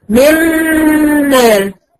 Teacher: لازم اديها الغنه. انا هنطق ميم وراها ميم يبقى انا كان عندي ميم مشدده من مال. والدليل على كده ان هلاقي الميم اللي بعديها عليها شده.